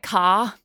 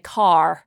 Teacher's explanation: a rhotic accent would be like a US accent where they say car and they'd say the R at the end · Shown in: second take